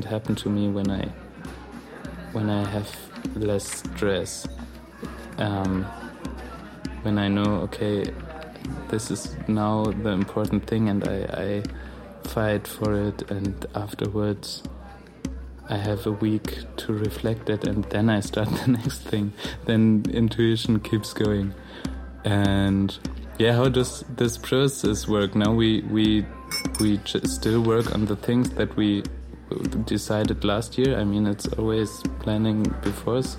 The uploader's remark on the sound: Recorded at Spielart Festival, 2019, Munich (DE).